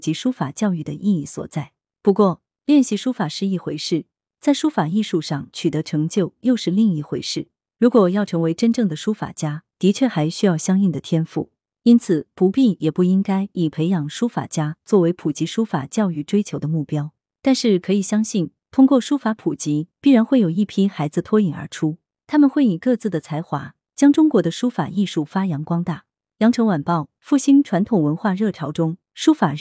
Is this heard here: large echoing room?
no